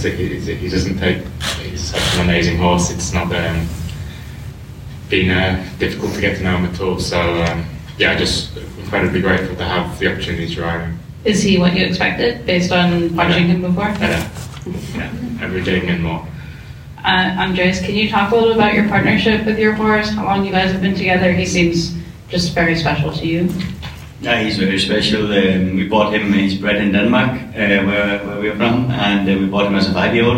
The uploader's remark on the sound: This special episode of the Practical Horseman Podcast, sponsored by Silver Honey, comes to you from the 2023 FEI Jumping World Cup™ Final. Hear from riders at the press conference after the conclusion of Final II.